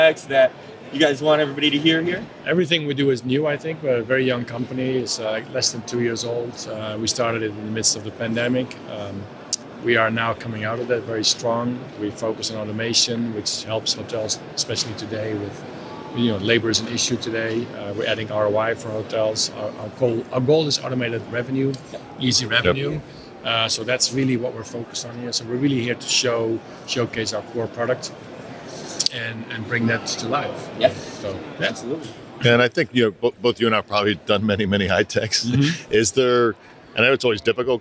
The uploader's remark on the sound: Took the show on the road to HITEC 2022 in Orlando, FL. Live, in-person interviews from the show floor.